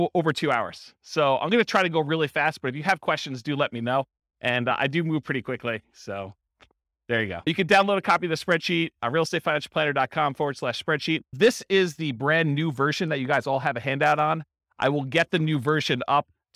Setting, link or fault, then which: setting, live audience